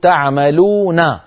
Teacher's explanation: لأن تعريف المد العارض للسكون هو يأتي حرف المد وبعده حرف، ساكن سكونا عائد، نقول تعملون، لما نقف تعملون، فبعد الواو الممدودة حرف واحد وهو النون، نون مفتوحة تعملون، فلما وقفنا سكنت النون فصار الوقف تعملون، هذا هو المد العارض للسكون.